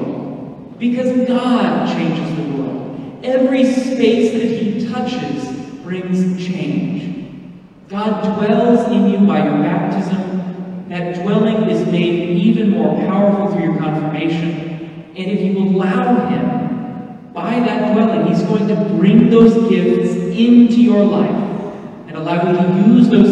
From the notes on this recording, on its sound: This is the homily I preached at the Confirmation Mass that I did.